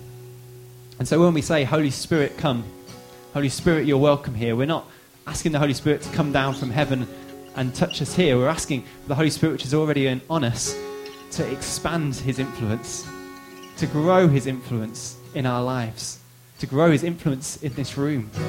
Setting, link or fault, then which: setting, large echoing room